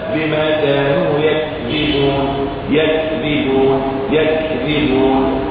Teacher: أنت سمعت مني الكاف لأني همستها، إذا لم تهمسها لا تأتي، إذا لم تهمسها لا تأتي الكاف. · Term: همسة الكاف